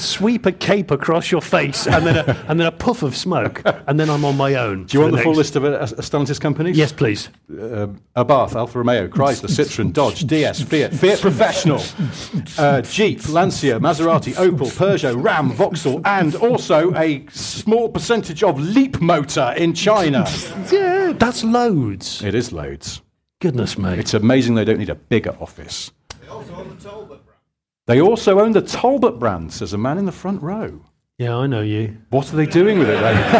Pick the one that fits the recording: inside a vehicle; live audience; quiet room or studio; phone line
live audience